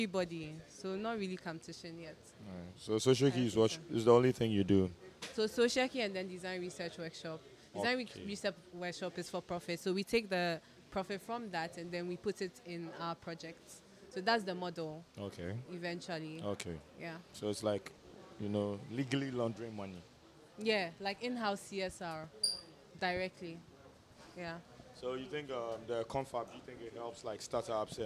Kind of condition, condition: setting, busy venue